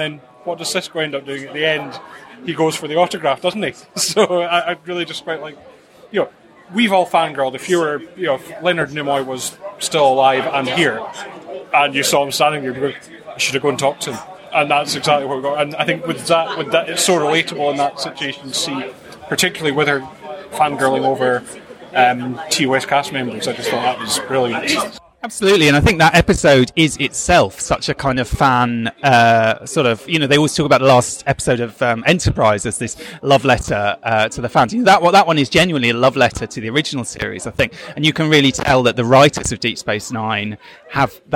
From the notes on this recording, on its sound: In this special episode of Primitive Culture, recorded live at the Destination Star Trek convention in Birmingham, England